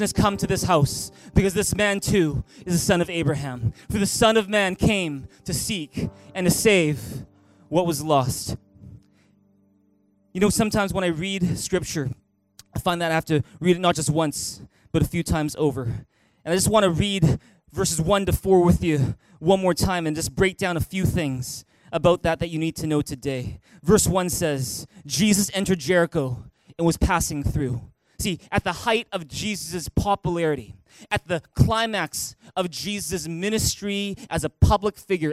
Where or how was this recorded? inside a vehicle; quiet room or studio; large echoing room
large echoing room